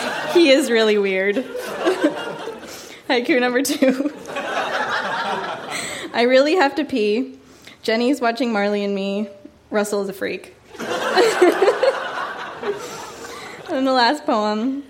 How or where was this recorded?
live audience